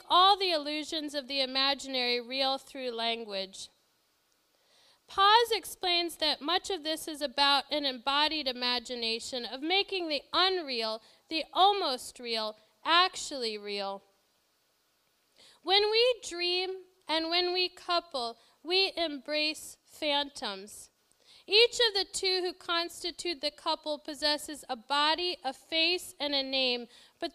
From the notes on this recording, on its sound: This lecture was given November 21, 2013, at Seattle Arts and Lectures . This lecture was given November 21, 2013, at Seattle Arts and Lectures .